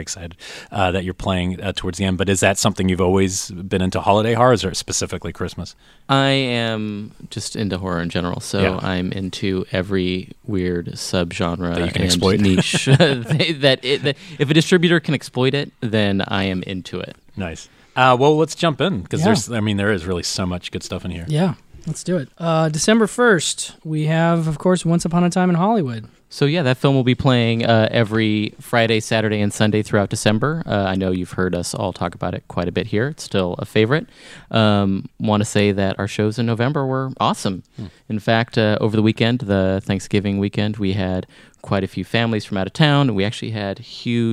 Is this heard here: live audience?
no